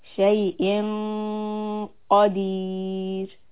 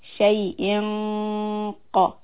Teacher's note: It is followed by letter qaf. So we have to raise the back of the tongue when you do the kasra sound on the hamza. · Term: ikhfa